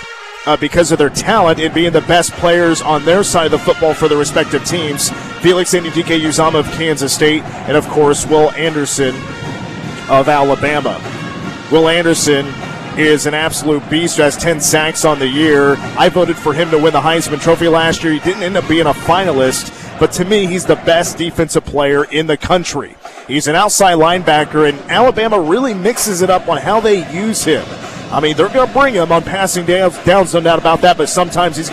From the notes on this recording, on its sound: press conference